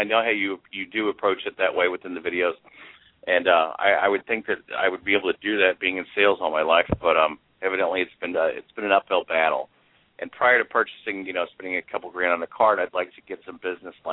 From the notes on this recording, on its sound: Please call in, purty puleze! From the chat lines and from the phone lines.